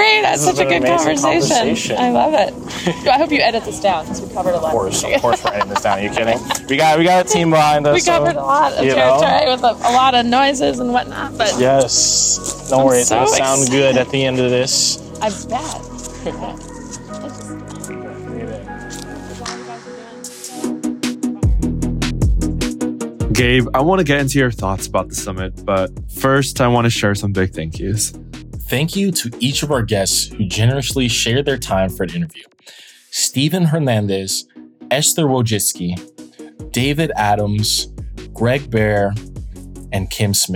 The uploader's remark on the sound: heads to sunny San Diego, California, for the ASU+GSV Summit and we brought our microphones with us!